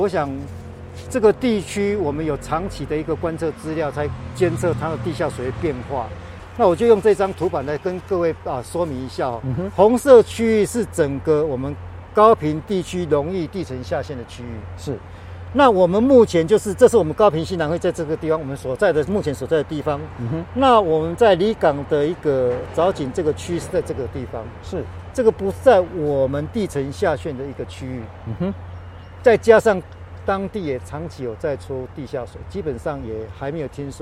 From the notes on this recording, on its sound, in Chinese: 雲林古坑乾旱現場